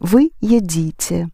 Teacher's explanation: you keep the stress on the ending